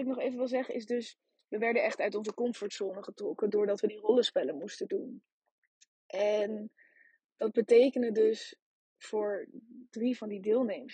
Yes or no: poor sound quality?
yes